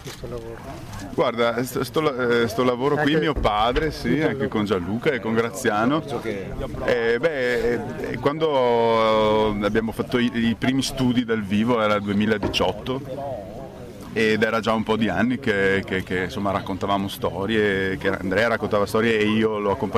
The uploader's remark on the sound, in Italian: Un'intervista registrata il 25 aprile Festa della Liberazione, al Parco della cave di Monselice. Nella seconda parte abbiamo ascoltato in diretta telefonica l'attrice.